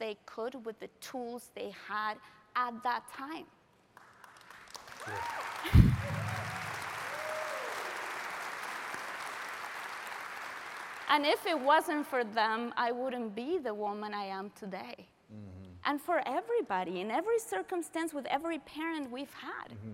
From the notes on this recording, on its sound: Live Audience Q&A. Recorded LIVE at The Summit of Greatness 2023.